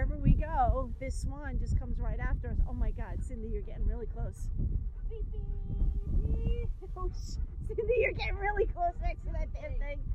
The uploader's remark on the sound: record themselves while toodling around in a golf cart, trying to enjoy nature while avoiding an angry swan